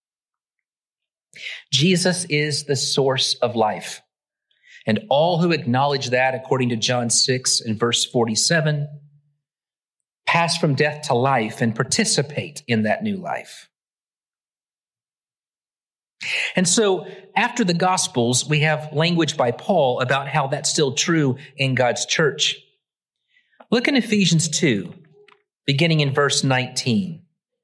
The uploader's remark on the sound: Originally preached at the West Side Church of Christ (Searcy, AR) on June 11, 2023.